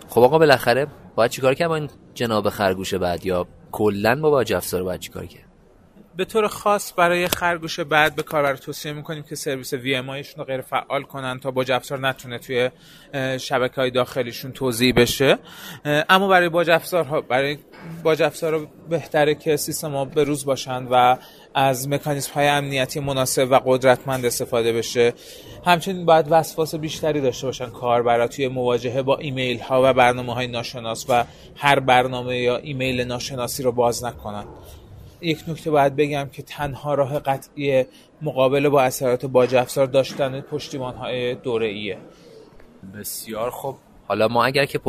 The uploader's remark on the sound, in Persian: در این قسمت صدای ما را از چهارمین نمایشگاه بومی سایبری میشنوید.